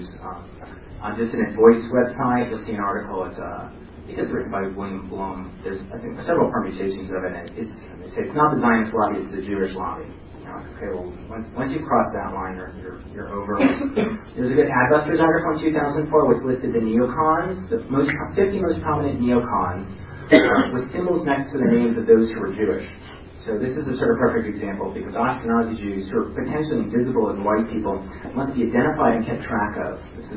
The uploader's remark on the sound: Presentation at the 2010 ARA convention. Even though the sound quality is not the best.